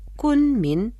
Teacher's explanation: Кун произносится в первом тоне, а Мин читается во втором тоне.